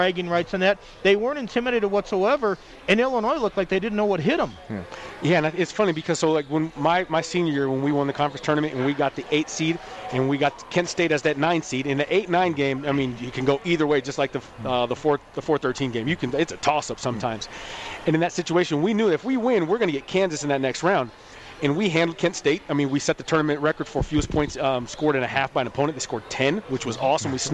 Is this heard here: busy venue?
yes